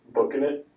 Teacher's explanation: so there you're not pronouncing the G, right? That's like a G dropped form, in.